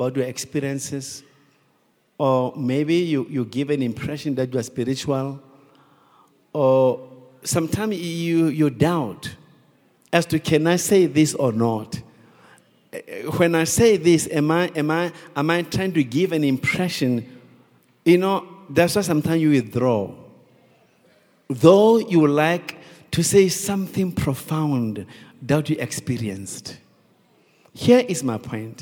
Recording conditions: large echoing room